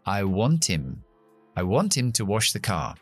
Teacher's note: quitamos esa H que se llama elision, lo que estamos haciendo, omisión dentro del mundo fonética, y entonces estas dos palabras se juntan.